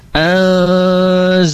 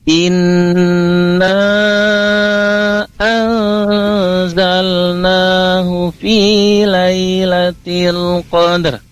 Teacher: anzalna nun sukun bertemu huruf zai itu juga ditahan sebentar ya karena dia ikhfa hukumnya dan ada gunatul ikhfanya itu juga tipis karena huruf zai itu termasuk huruf-huruf istifal tipis ya.